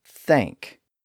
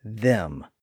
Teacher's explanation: The first is the voiceless sound heard at the beginning of the word thank. The second is the voiced sound heard at the beginning of the word them.